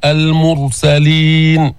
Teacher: فخم الراء سكنت وضم ما قبلها